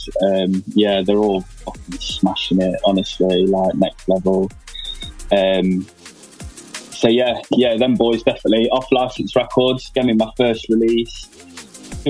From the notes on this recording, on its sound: joins us on the zoom for a chat